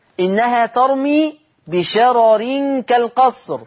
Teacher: فائدة في منتهى الأهمية أخرى تذكر، لفظ بشرر إنها ترمي بشرر كالقصر بصورة المرسلات، ورش يقرأ بترقيق الراء الأولى. لاحظوا هذا اللفظ في المصحف الشريف بشارة راء، هذه الراء مفتوحة، والراء الثانية ري بشارة ري، هذه الراء الأولى مفتوحة والثانية مكسورة.